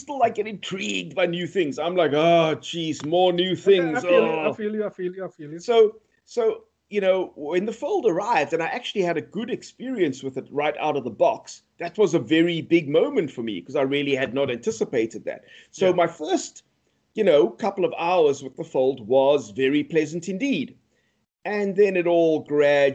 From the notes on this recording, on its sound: The sound quality is incredible thanks to the FiFine microphones we have on test. Recorded via Skype.